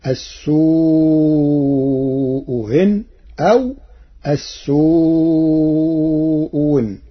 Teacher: قرأ ورش كلمتي السوء إن بتسهيل الهمزة الثانية وإبدالها واوا في لغات العرب، فتصير السوء هن أو السوء هن.